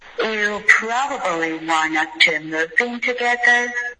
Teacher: Move 没有滑动 move 就有一点撅嘴的意思可是没有一个嘟嘴的滑动